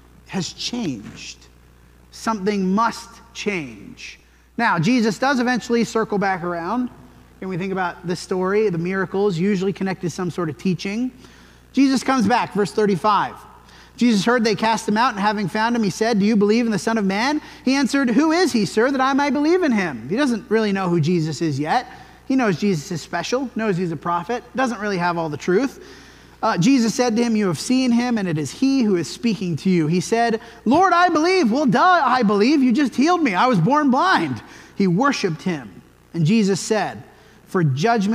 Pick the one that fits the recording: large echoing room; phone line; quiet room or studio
large echoing room